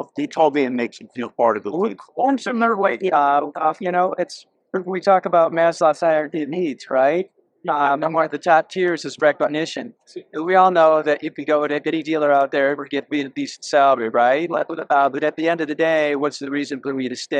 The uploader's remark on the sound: LIVE from SEMA 2023